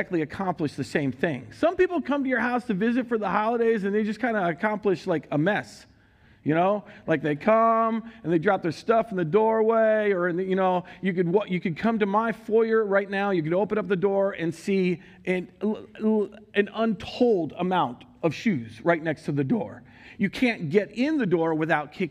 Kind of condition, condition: setting, large echoing room